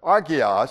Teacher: You really don't pronounce that H, it has a soft kind of sound